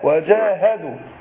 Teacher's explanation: خد بالك من الهاء عشان حرف خفاء، ما قلتش وجاهدوا وجاهدوا، لا وجاهدوا، ها وجاهدوا.